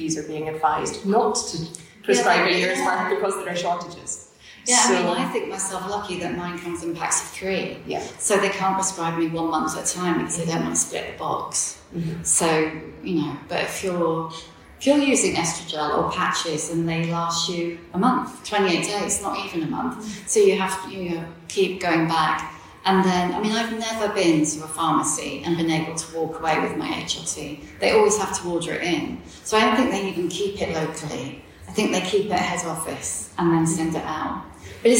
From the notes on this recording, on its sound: At Edinburgh Wellbeing Festival. It’s not the highest quality, as it was recorded in an auditorium with a live audience.